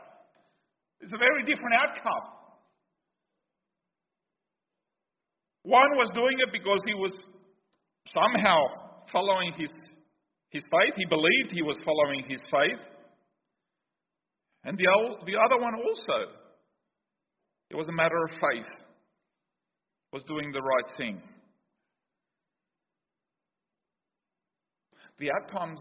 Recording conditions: large echoing room